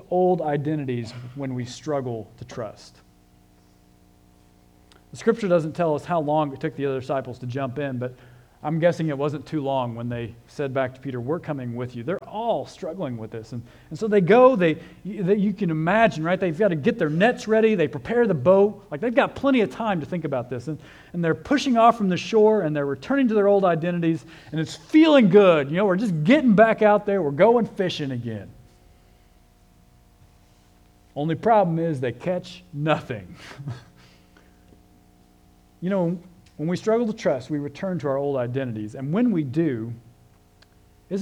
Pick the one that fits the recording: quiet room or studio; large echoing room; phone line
large echoing room